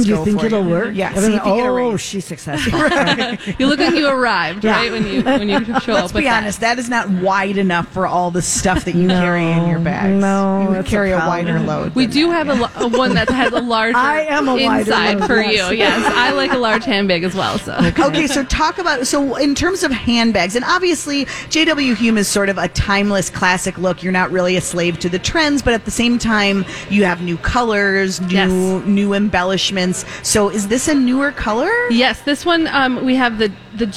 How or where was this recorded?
busy venue